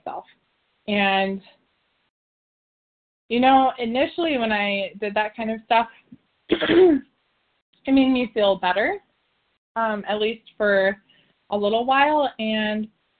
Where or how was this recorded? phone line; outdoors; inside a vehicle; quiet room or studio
phone line